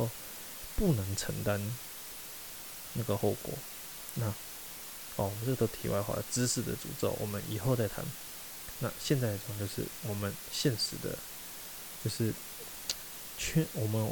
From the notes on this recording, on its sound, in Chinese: 酒吧喝酒聊天，聊開了，回家繼續聊，聊到凌晨三點索性錄了這一集。抱歉這集雜音有打大。